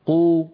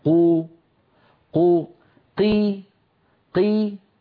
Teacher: قو كمية الهواء التي تملأ الفم أكثر من قي. قي أقل.